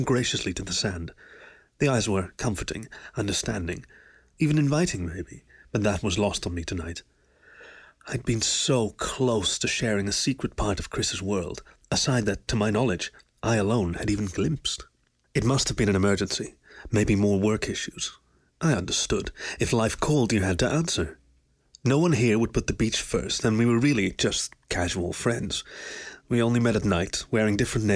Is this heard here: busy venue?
no